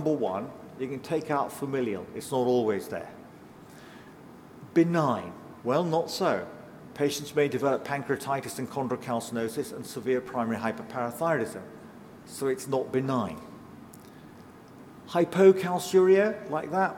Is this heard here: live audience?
yes